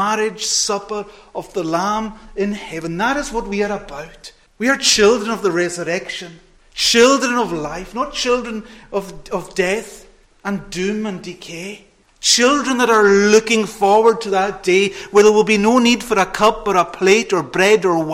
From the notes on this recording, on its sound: Friday Evening Communion Preparatory Service, recorded at North Harris Free Church on the evening of Friday 16th September 2022.